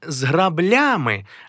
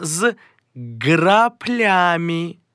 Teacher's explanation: там, де звук «б» не акцентовано, треба його вимовляти як «п» · Shown in: second take